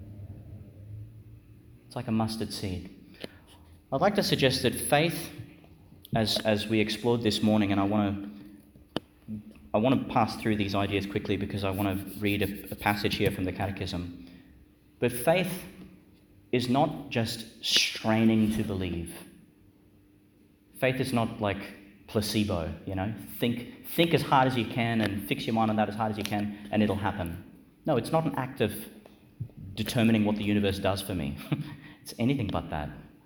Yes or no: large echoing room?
yes